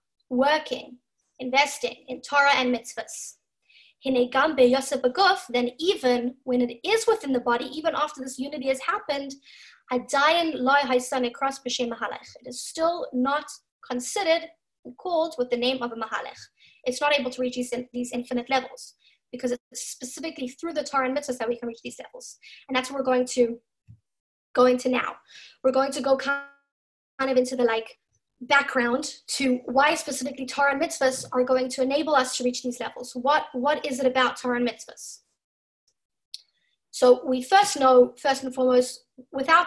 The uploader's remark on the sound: Zoom Class